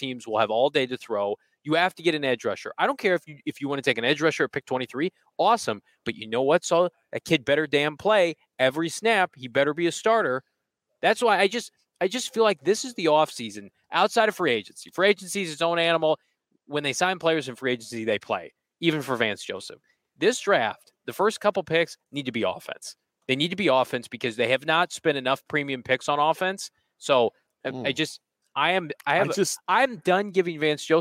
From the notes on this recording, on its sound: Live from the NFL Combine in Indianapolis!